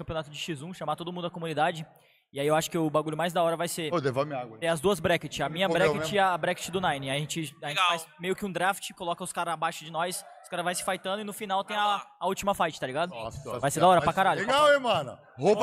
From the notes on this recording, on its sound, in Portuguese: Respeitável público da BGS 2023. Direto da Brasil Game Show 2023!